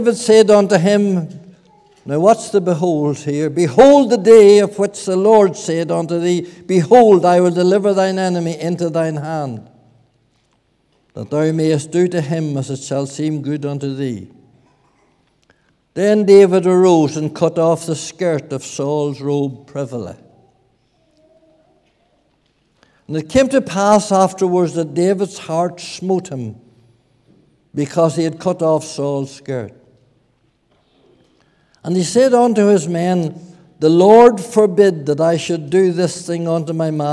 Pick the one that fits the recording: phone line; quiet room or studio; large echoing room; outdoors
large echoing room